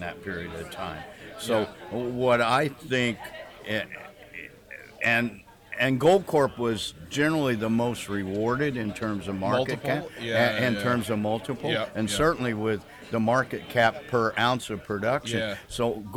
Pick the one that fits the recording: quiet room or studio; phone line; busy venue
busy venue